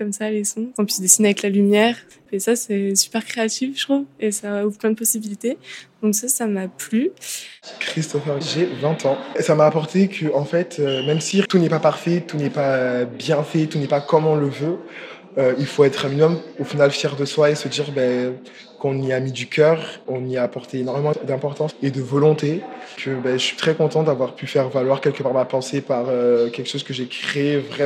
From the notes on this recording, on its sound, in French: Un défi relevé avec brio puisque ce sont huit œuvres puissantes et engagées qui ont été présentées lors de la restitution publique où j’ai enregistré cet épisode.